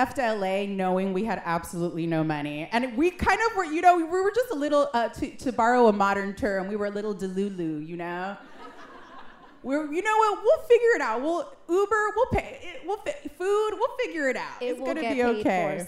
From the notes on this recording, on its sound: For My Cultura's Two Year Anniversary Live Show.